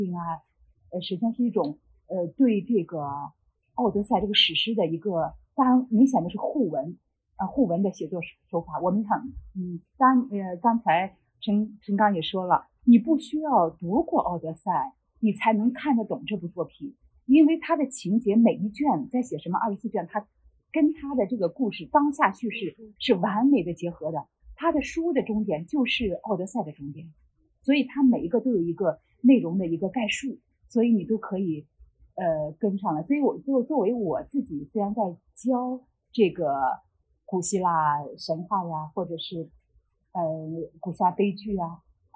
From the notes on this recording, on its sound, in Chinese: 由于现场环境影响，本次录音音质会有所下降，请大家见谅。